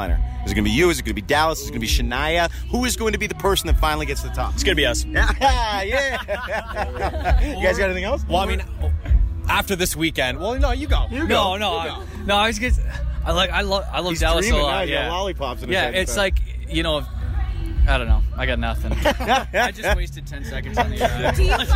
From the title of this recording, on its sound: Live from Boots & Hearts